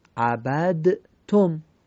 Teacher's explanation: این دال در ته ادغام میشه